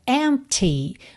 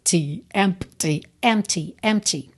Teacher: Você reparou que o P é completamente mudo